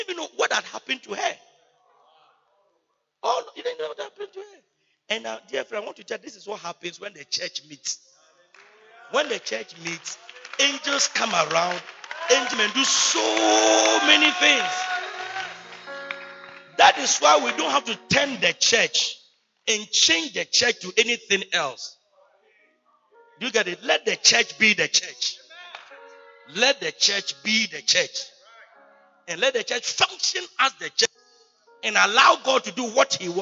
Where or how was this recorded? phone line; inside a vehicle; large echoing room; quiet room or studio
large echoing room